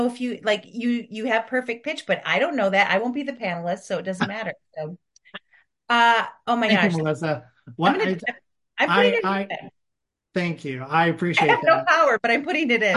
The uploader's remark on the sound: Recorded via Zoom